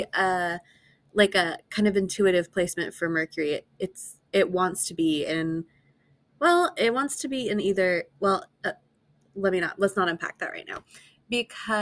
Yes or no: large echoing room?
no